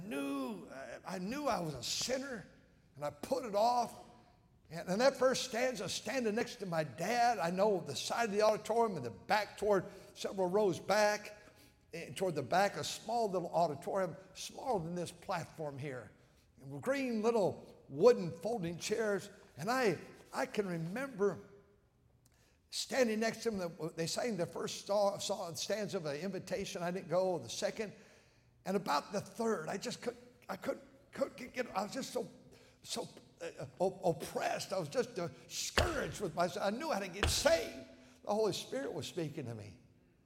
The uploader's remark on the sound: at North Valley Baptist Church in Santa Clara, California, during the Sunday Evening service on January 7, 2024